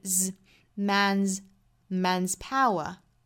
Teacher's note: man 后面加的这个 s 应该读浊音的